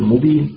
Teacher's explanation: إذا بدأت بمبين رغم أن الميم مشددة لا تغن